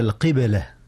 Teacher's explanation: القبلة هنا قلقلة، قلقلة الباء، إذ الباء ساكنة